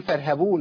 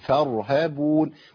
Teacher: ما خليش الفاء تطغى على الراء بالترقيق ولا خلي الراء تطغى على الفاء بالتفخيم · Shown in: second take